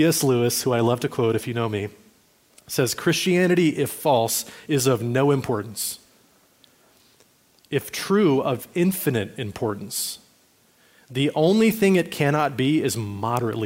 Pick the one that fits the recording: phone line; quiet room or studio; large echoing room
large echoing room